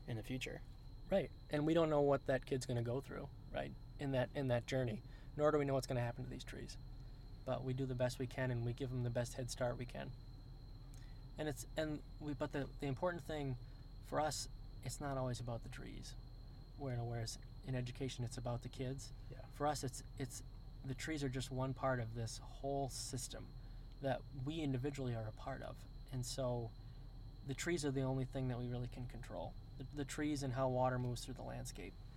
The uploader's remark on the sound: These are recorded "in the field" in pickup trucks on dirt logging roads, walking in the woods, and by lakes and rivers. Part 2 of our conversation out in the woods. The Appalachian Mountain Club's 74,000 acres of conservation land in the heart of Maine's 100-Mile Wilderness.